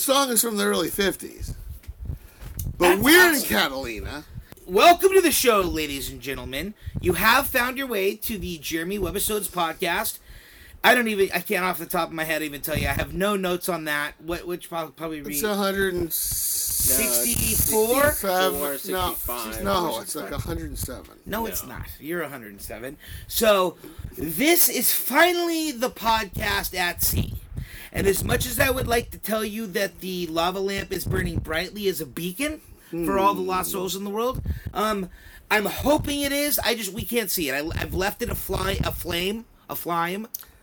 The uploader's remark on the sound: We took the boat to Catalina Island and recorded from sea.